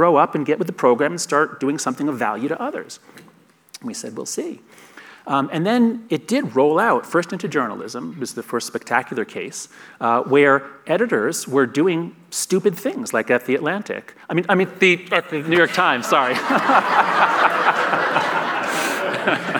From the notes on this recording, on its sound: In his conversation onstage. At the Aspen Ideas Festival.